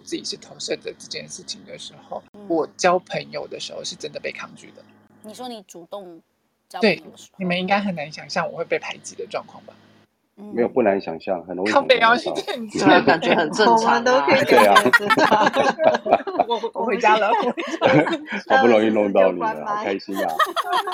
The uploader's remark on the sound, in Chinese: 此音檔是由club house直播中錄製的。故音質無法與專業麥克風及錄音室錄製比較。